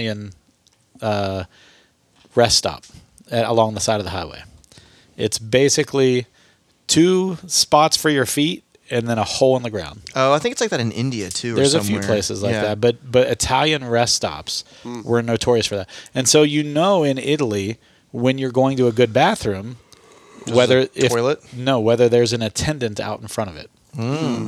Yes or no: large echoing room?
no